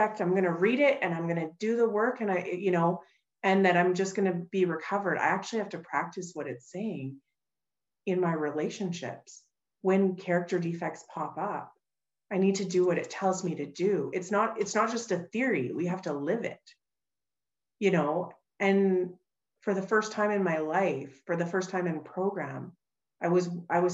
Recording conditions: video call